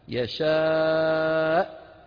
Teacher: الهمزة المتطرفة الساكنة لا تخرج إلا بقفل الوترين الصوتيين في الحنجرة. ذكرت لكم أكثر من مرة أن الوترين في الحنجرة مثل رقم 7 أو حرف V بالإنجليزية، لابد من أن نقفل الوترين بحيث يصيران منطبقان، لما ينطبق الوتران تخرج الهمزة الساكنة هكذا.